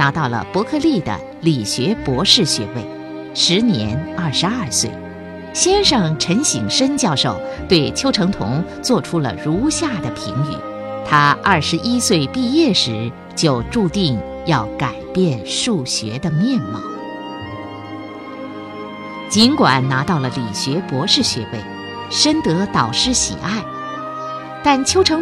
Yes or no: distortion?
no